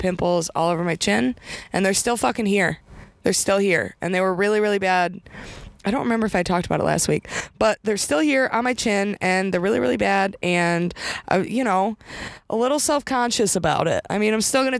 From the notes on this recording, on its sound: recording today’s episode in her new car!